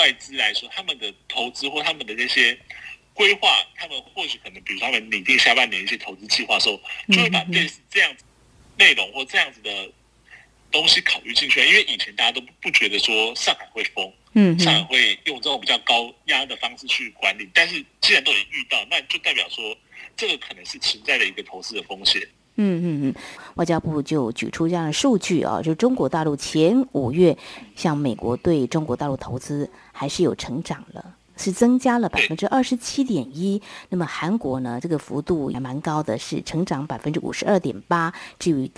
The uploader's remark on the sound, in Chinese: 連線訪問中央社駐上海記者